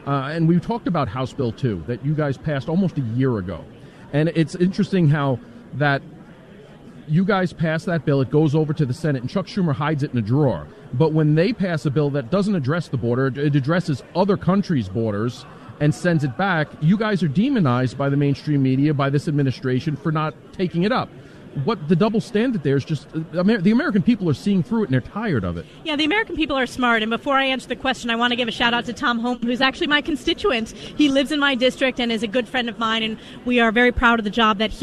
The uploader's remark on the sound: live from CPAC